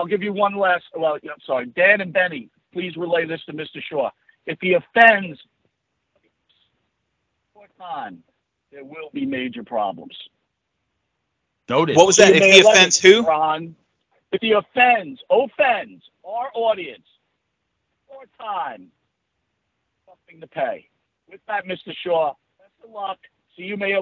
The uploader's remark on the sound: Interrupted by an angry call in guest.